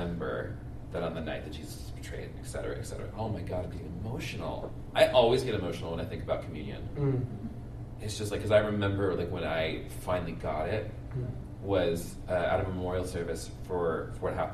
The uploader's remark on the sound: Live from QCF!